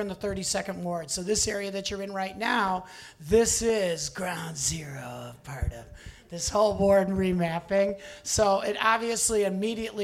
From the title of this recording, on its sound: Live At The Hideout